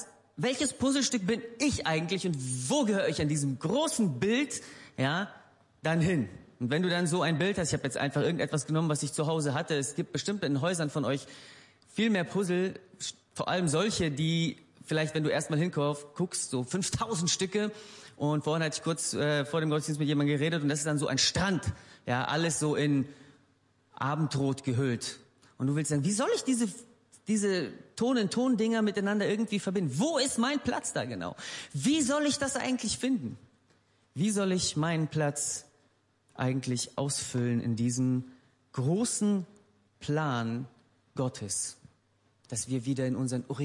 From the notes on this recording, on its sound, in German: Gottesdienst der Kirche für Bonn.